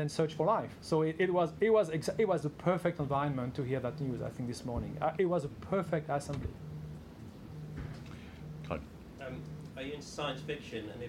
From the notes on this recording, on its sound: Press Conference. Talk to journalists at the Science Media Centre in London just a few hours after finding out about the award.